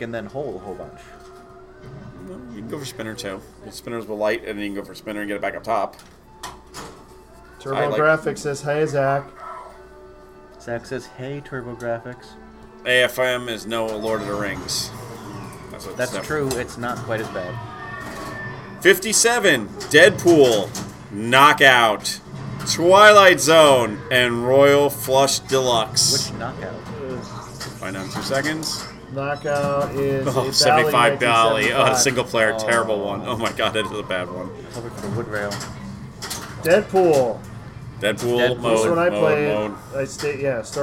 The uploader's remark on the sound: Live from the Silverball Saloon. Pinburgh 2019.